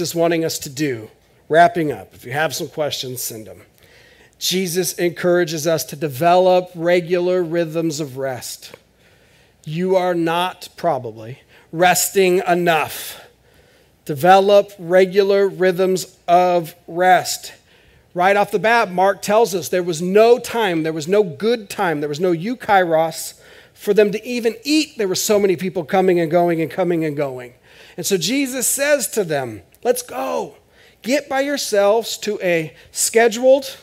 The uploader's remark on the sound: This is audio ripped from the Live Service video.